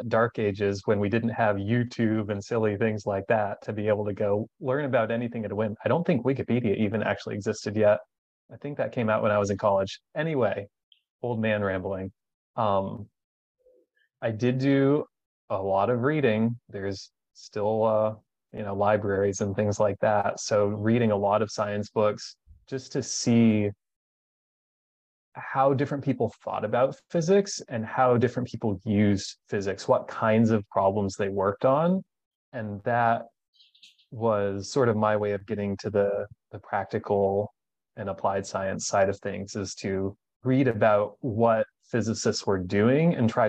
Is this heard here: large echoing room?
no